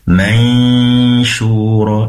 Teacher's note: di sini dengungnya sangat singkat tadi, perlu ditambah sedikit ya, dipanjangkan lagi · Term: ikhfa hakiki